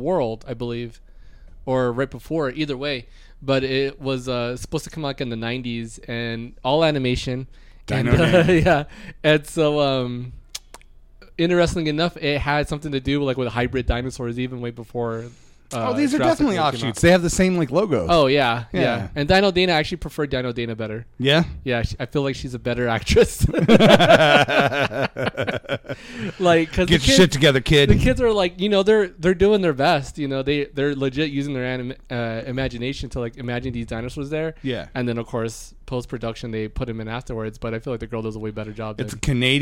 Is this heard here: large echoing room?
no